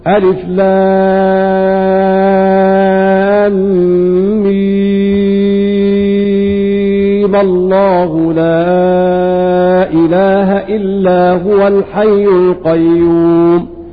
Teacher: إذن فيها القصر والمد نظرا للحركة العارضة، لأننا وصلنا ميم بلفظ الجلالة ففتحناها